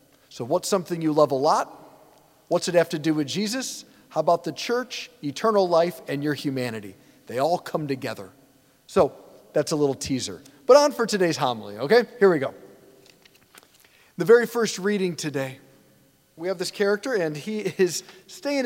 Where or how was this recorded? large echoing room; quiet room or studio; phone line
large echoing room